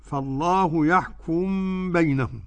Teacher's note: قرأ أيضا السوسي بالإدغام أي بإدغام الميم في الباء